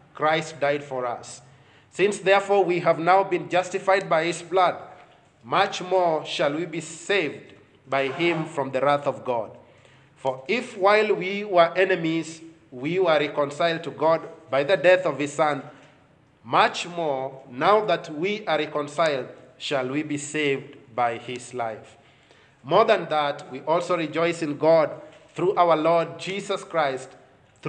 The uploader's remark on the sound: preached God's word to Bethesda Baptist Church Nyeri